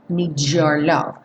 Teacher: Aqui também o need com your tá soando um DJ, ó. Jaw.